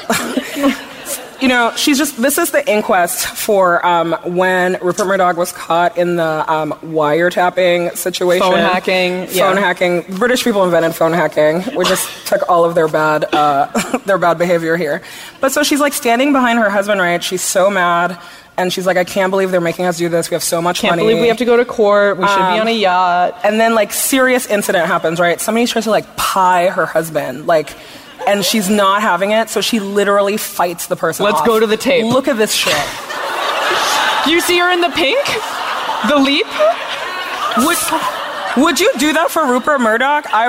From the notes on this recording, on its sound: From our live show in Los Angeles.